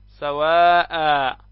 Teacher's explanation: مد العوض وهو تعويض التنوين المنصوب ألفا عند الوقف